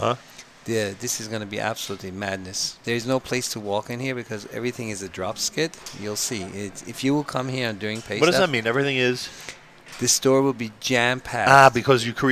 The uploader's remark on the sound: NSN Live from Sobey's Kosher Market in Toronto with Kosher.com